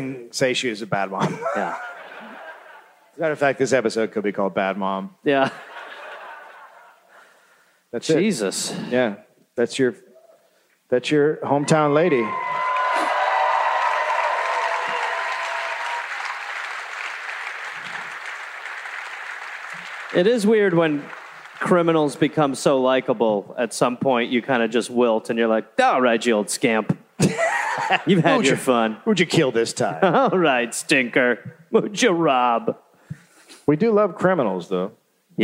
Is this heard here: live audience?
yes